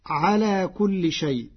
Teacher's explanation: قرأ ورش كلمة شيء بالتوسط والمد لمراعاة اجتماع الهمز واللين في كلمة